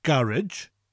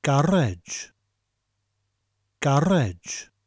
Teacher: and we emphasise that last syllable · Shown in: second take · So it's not garage, but garage.